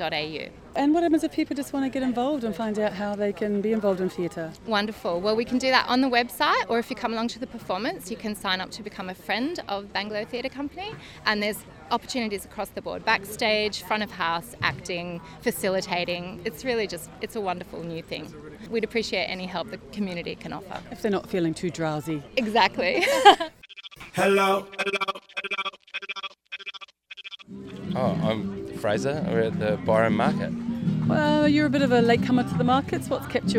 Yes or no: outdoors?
yes